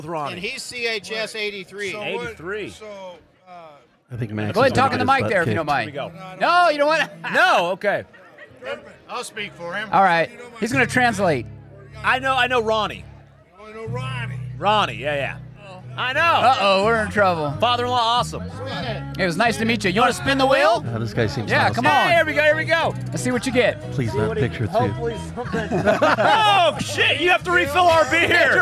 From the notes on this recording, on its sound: Not a normal episode - This cast goes live from Shaver Lake Brewfest. Join us behind the booth!